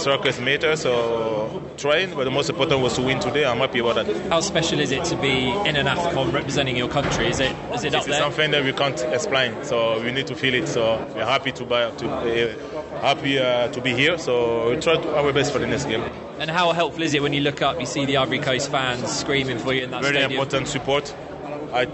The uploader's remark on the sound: In Cairo. Try their football skills in the Fan Zone outside Cairo's 30th June Stadium.